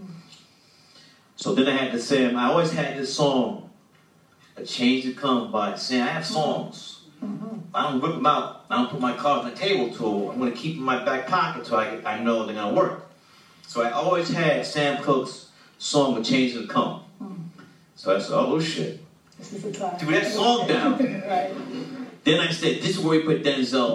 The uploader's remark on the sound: After an exclusive screening of BlacKkKlansman. A couple questions from the audience.